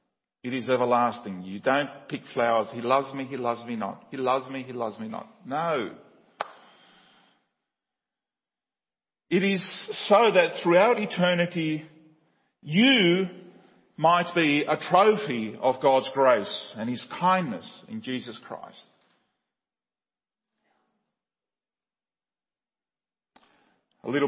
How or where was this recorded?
large echoing room